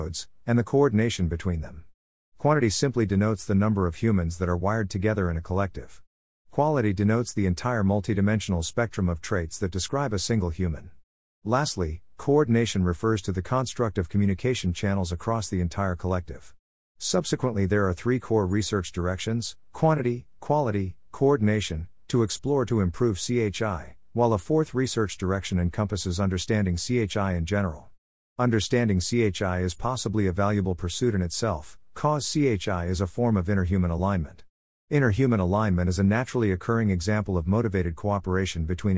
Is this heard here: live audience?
no